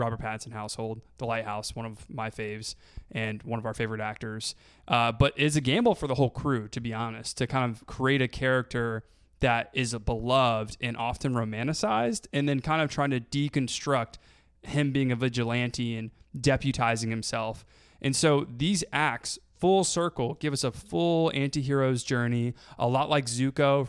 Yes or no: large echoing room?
no